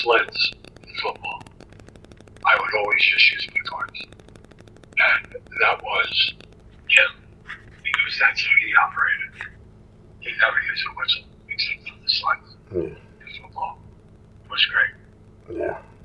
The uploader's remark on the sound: This interview was done via the phone a few years back.